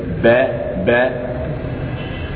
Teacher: والباء والميم يخرجان أو تخرجان مخرج واحد وهو شفتين. فإنهم أتوا بالميم لكي تناسب النون في الغنة وتناسب الباء في المخرج.